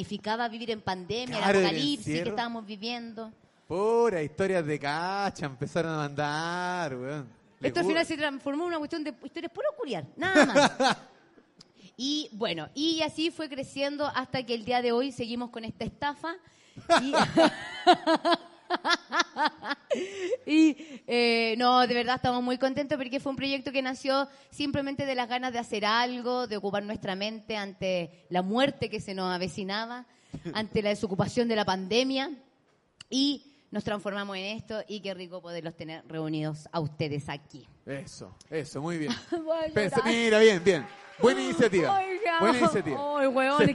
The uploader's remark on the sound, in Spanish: En Vivo en el Comedy Restobar "El Ritual del Ajo"